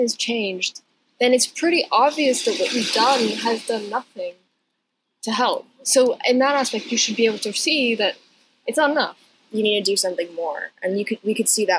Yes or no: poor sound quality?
yes